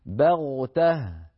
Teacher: ننطق باء مرققة ثم نتبعها بغين مفخمة هكذا بغته، بغته ولا نقول بغته باء، العرب لا تفخم الباء أبدا.